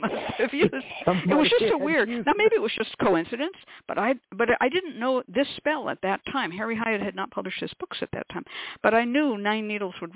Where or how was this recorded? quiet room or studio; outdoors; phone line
phone line